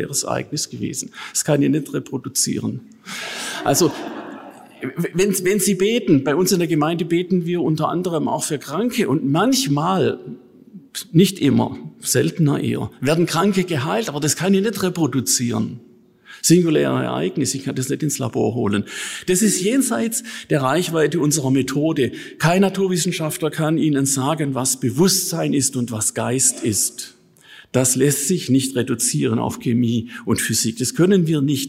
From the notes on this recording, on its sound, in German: In seinem Vortrag des diesjährigen Akademikon-Treffens.